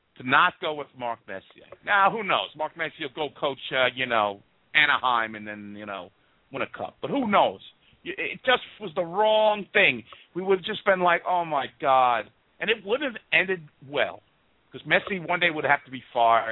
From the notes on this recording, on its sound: Interactive Ranger talk with a live chat, and phone calls from some of the lunatic fringe of this fanbase.